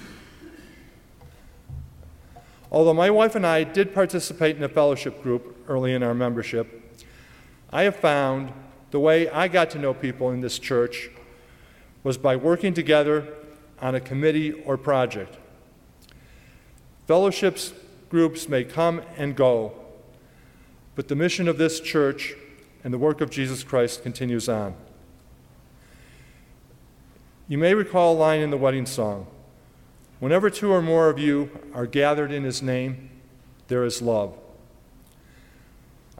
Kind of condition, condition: setting, large echoing room